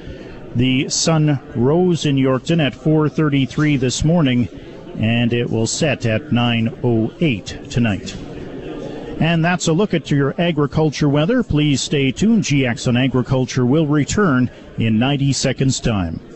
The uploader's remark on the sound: Live from Canada's Farm Show in Regina